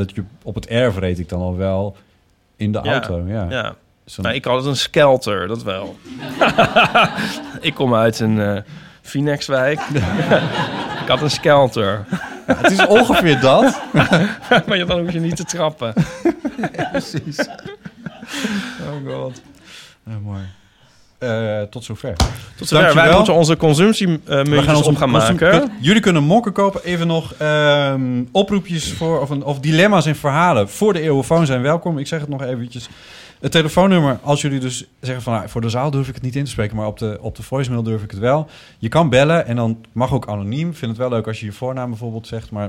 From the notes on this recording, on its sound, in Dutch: Live vanaf het Oorzaken festival. Live op het Oorzaken Festival in Amsterdam.